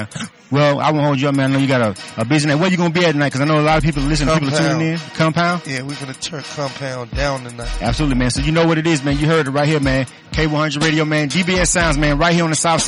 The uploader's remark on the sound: K-100 Radio at DBS Sounds. At DBS SOunds in Atlanta for the in store CD signing. Southside ATL!